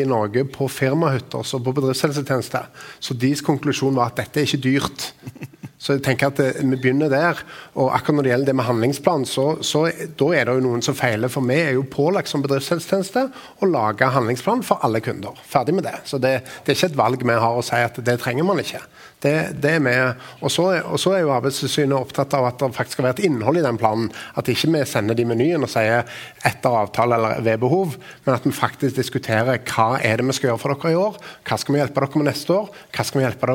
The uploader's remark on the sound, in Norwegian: Sammen debatterte de temaene på Bedriftshelsepoddens live-sending på BHT-konferansen.